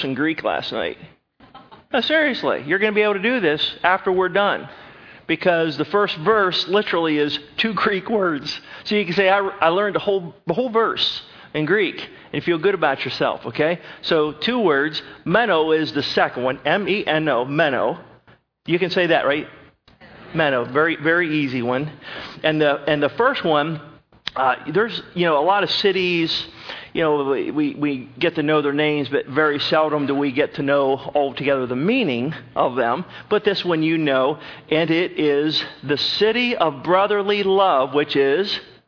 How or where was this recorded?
large echoing room